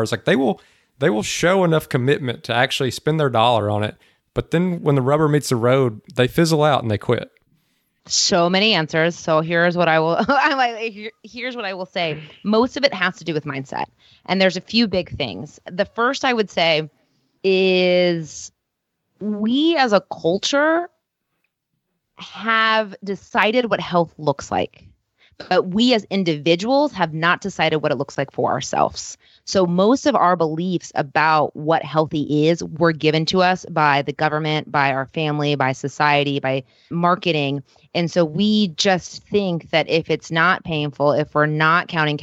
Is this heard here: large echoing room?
no